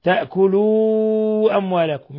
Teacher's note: مد منفصل، تأكلوا أموالكم، يمد من 4 إلى 5 حركات. ثم أموالكم ميم ساكنة جاء بعدها الواو في نفس الكلمة، إظهار شفوي، بل هو من أشد حالات الإظهار الشفوي.